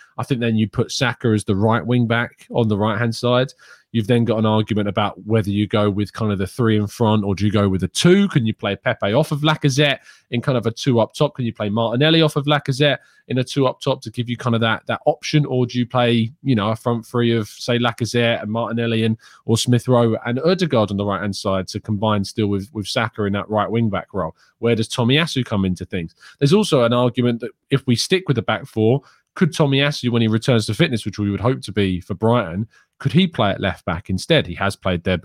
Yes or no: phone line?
no